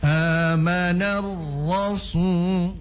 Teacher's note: Masuk pada ra kan Ibu tahu itu ditebalkan.